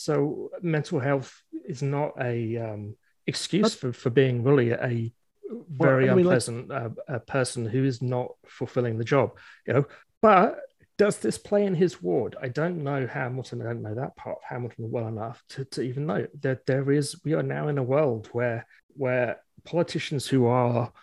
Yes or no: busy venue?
no